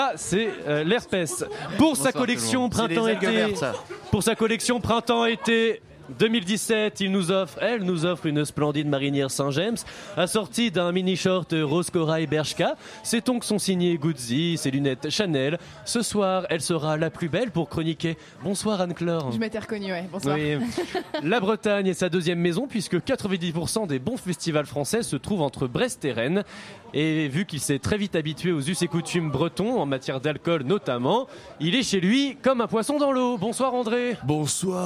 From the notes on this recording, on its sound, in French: Émission enregistrée en direct du bar "Les Cochons Flingueurs". Aux Cochons Flingueurs à Saint-Quay-Portrieux.